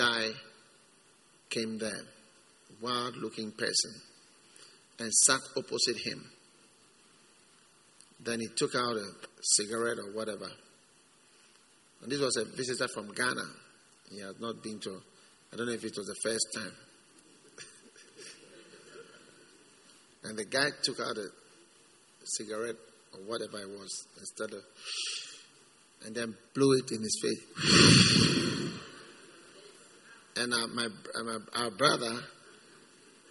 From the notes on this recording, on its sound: Preached at the First Love Gathering Service.